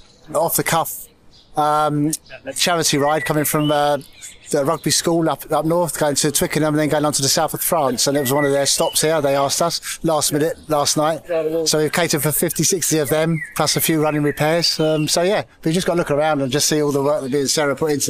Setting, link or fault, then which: setting, busy venue